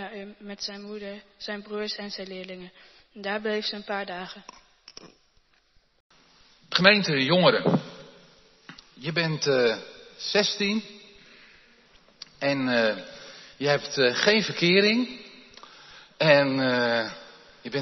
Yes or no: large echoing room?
yes